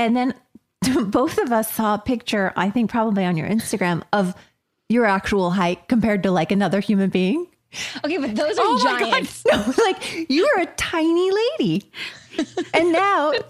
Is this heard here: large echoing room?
no